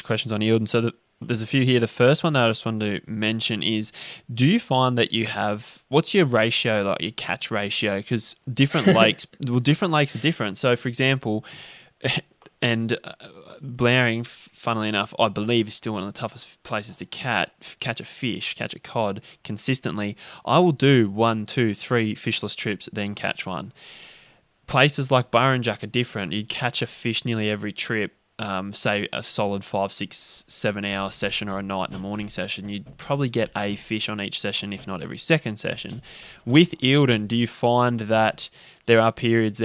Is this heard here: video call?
no